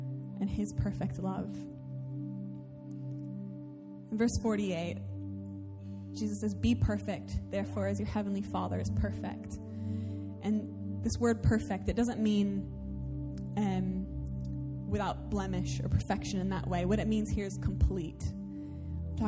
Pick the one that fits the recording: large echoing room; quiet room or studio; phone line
large echoing room